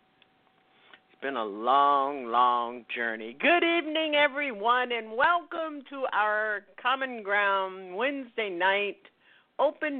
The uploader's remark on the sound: Listeners who "call-in" via telephone. Mkutano OPEN MIC Wednesday Night at OUR COMMON GROUND.